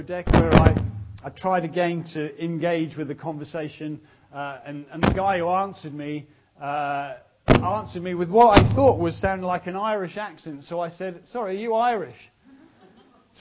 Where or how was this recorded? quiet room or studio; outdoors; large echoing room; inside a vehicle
large echoing room